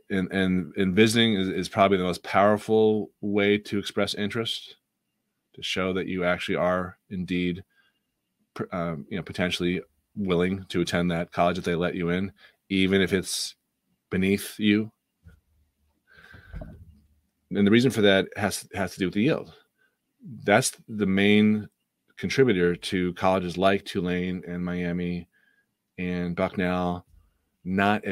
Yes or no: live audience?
no